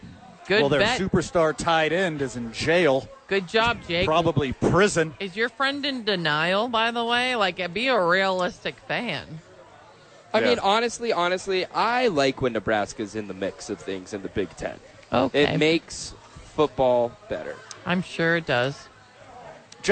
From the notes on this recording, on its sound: Live from Top Golf for YMCA Charity Event.